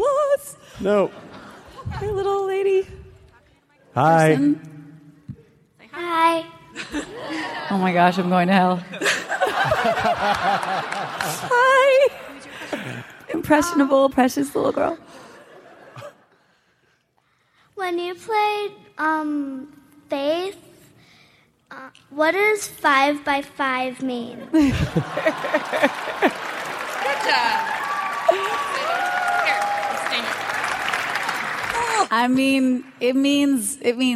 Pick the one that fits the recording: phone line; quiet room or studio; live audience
live audience